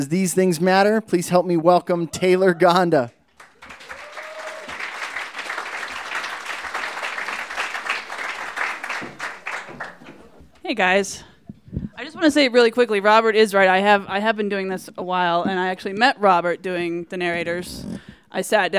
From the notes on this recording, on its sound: These stories were recorded at The Deer Pile on April 17, 2014. You might notice that our podcast sounds a little bit different!